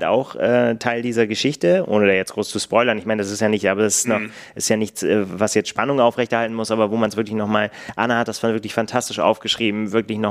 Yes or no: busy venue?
no